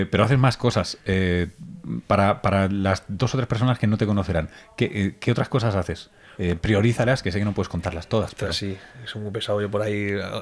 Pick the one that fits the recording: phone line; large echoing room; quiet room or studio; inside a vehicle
quiet room or studio